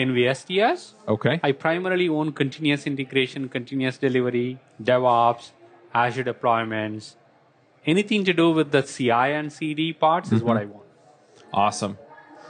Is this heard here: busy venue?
yes